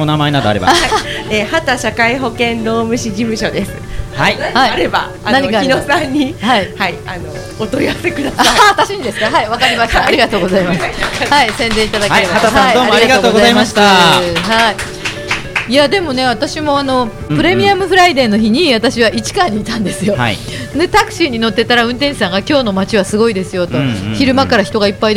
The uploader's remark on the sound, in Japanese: 麻布十番商店街入口にある、ビストロ「蝶蝶」にて行われた公開収録の模様をお送りします。